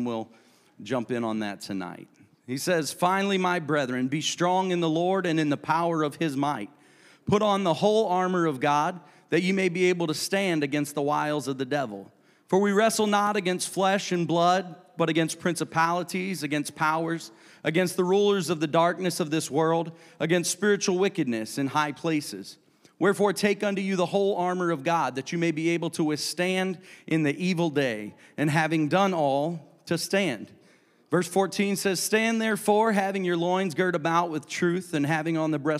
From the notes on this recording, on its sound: a service recording from Connect Point UPC